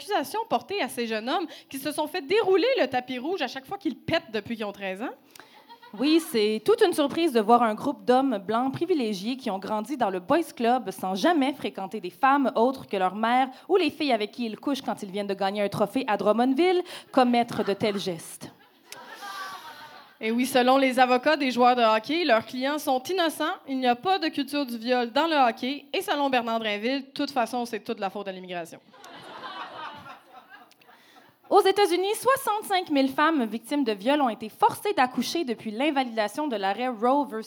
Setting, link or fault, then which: setting, live audience